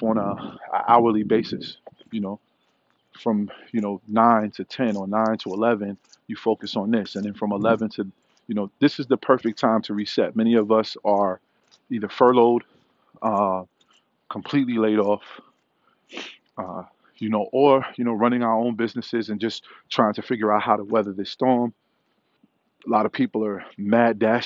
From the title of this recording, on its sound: Walk & Talk